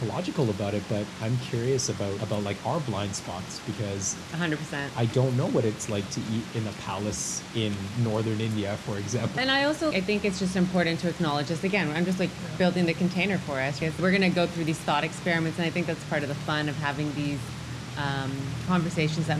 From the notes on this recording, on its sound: It also starts raining halfway through so you can't miss the sounds of nature behind us